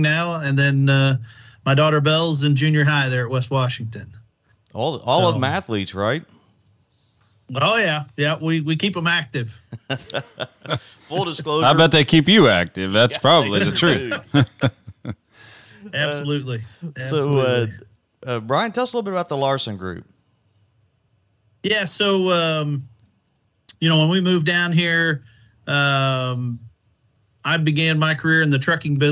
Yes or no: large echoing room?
no